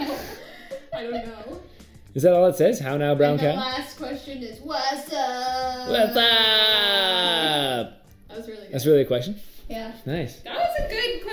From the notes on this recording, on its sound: Disclaimer: Audio is a bit off.